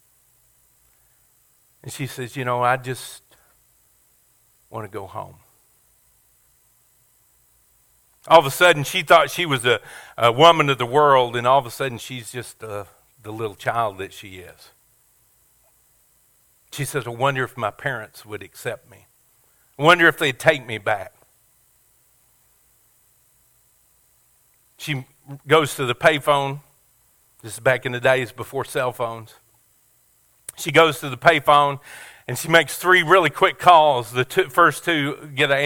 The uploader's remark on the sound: Sermon audio from our Easter Service at Family Worship Center.